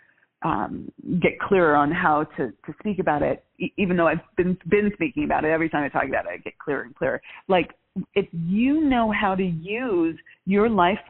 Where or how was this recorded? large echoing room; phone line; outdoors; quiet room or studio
phone line